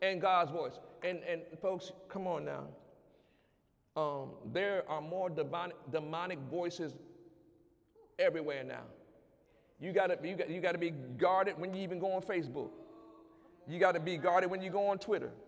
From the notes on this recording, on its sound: During Wednesday night service